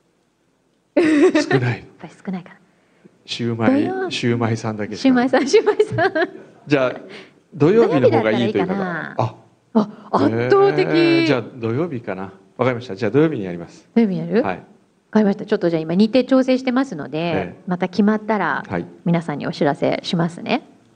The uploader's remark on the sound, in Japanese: 今週は、栃木県鹿沼市から「FUTURESCAPE in かぬま」と題しまして公開生放送を開催しました！そのかぬまの会場から収録。